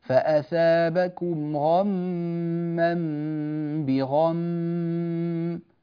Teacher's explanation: فالميم المشددة حكمها إظهار الغنة سواء وقفنا عليها أو وصلناها